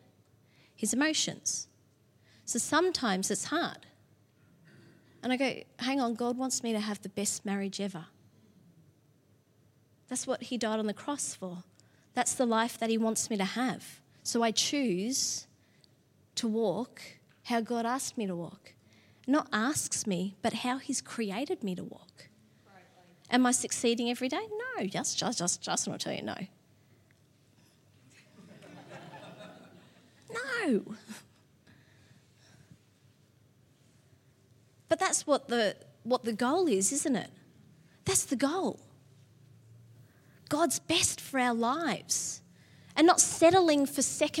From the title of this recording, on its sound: LIVE at Echo Church